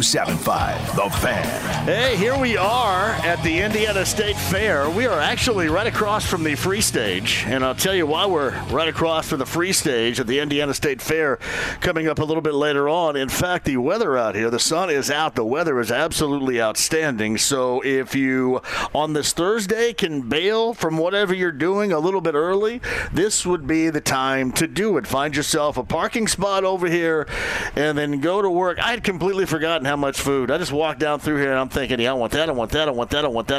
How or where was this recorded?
busy venue